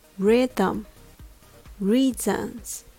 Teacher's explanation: Rhythm、Reasons のアクセントが最初の音節にあります。